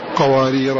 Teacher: فهؤلاء الثلاثة وهم نافع والكسائي والشعبة قرأوا بتنوين الموضع الثاني قوارير من فضة بإثبات التنوين فيه مع إبداله ألفا عند الوقف عليه